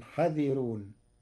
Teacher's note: قرأ ورش كلمة حاذرون بحذف الألف بعد الحاء مع ترقيق الراء فتصير وإنا لجميع حذرون.